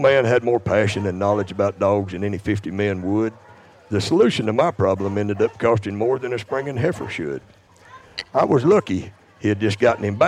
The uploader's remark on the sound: Recorded LIVE from Uncle Earl’s Hog Dog Trials. Travels to the Pelican State, The Bayou Country, The Creole State, Sportsman’s Paradise, the one and only State of Louisiana to record this episode with two bona fide dog men.